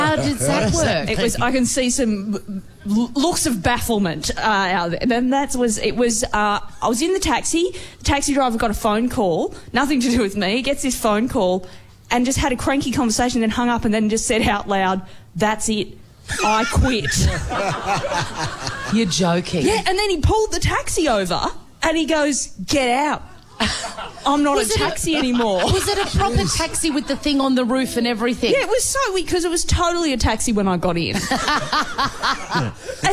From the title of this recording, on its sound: LIVE From The Melbourne Comedy Festival